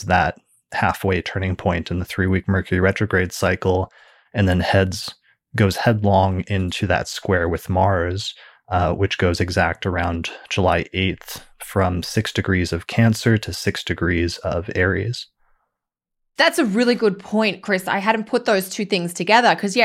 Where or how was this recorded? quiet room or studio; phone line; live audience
quiet room or studio